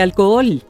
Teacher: esta palabra contiene un hiato porque las dos OEs son vocales abiertas, así que se deben pronunciar las dos